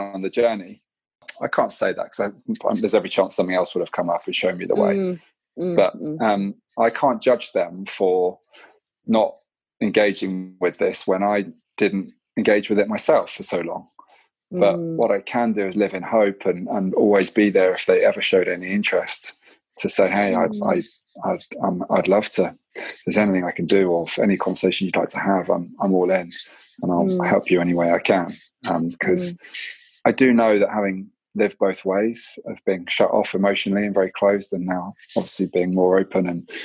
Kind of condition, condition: link, video call